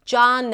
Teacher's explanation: It starts with a J sound, then the A's and father, Ja, and then N, an N sound, and a schwa, not an A sound, but just a really reduced sound